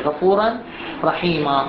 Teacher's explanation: تحذف هذه النون وتشدد الراء، غفورا غفورا، ماكو بعد نون.